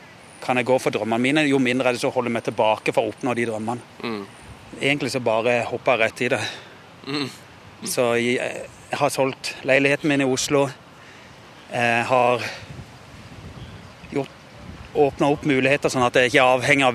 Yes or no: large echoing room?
no